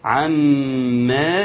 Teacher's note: عما هنا الميم مشدده تغني بمقدار حركتين